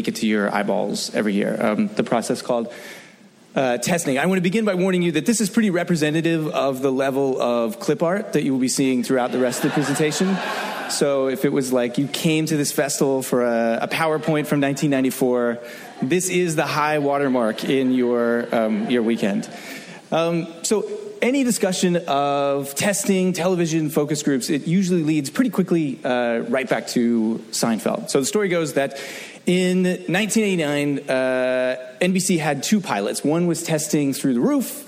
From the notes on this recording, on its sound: Focus Testing panel from ATX. Recorded at ATX Television Fest in June 2015.